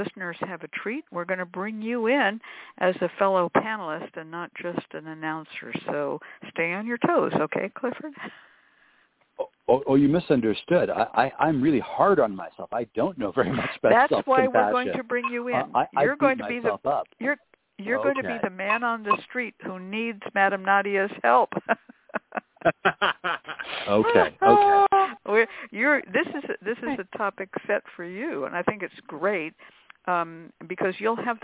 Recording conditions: phone line